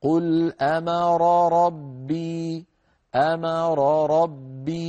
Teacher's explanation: كل راء تأخذ حقها من الزمن، حقها من المخرج والصفات، ولا يحدث بينهما نوع من الدمج أو نوع من الإسراع الذي يسميه القراء الاختلاس، ليس هذا محله.